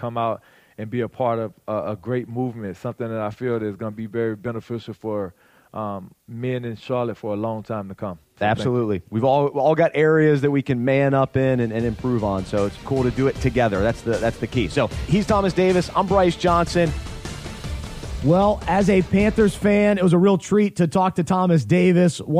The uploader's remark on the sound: joined us backstage at the ManUp Charlotte Conference.